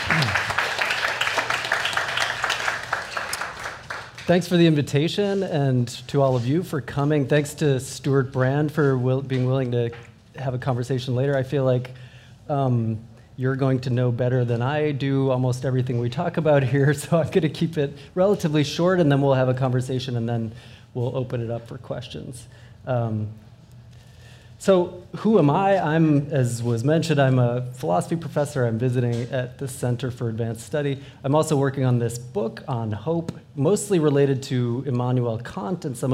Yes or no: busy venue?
yes